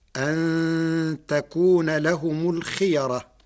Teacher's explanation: أما كلمة الخيرة فالقراء جميعا متفقون على تفخيم الراء لأن الياء قبلها محركة بالفتح